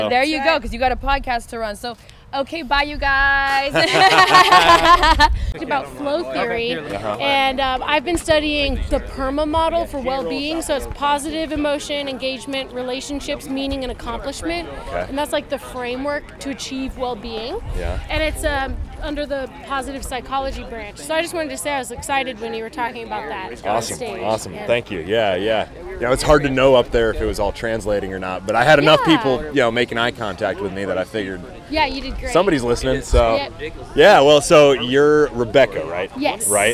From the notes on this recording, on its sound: I bring you another episode from Camden, Tennessee at the Self-Reliance Festival. This time, I was a speaker as well as a participant, getting more involved with the festival than previously.